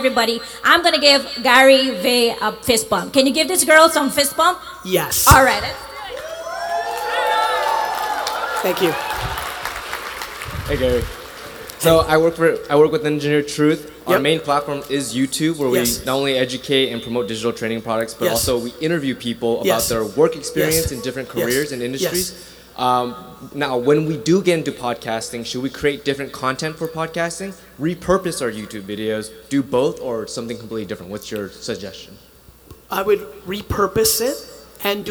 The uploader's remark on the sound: Success Resources 2018 Manilla, Philippines | A Keynote